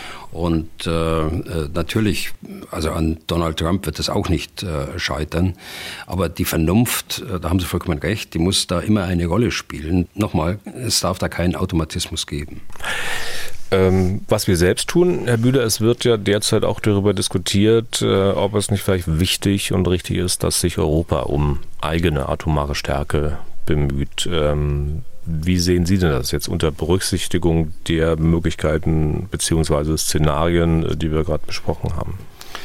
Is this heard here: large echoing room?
no